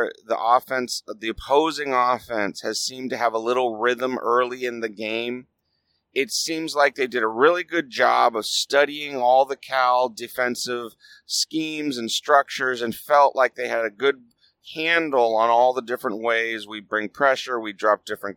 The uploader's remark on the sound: I recorded it on the drive home from LA. I had a lot of things that needed to be edited out (kids with questions for their dad, etc.)